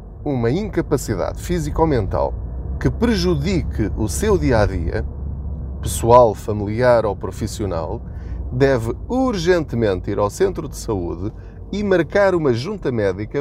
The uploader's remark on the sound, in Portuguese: Não ligue aos barulhos da viagem.